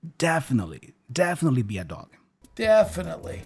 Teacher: Imagine there's no T there, and we just hear the N sound.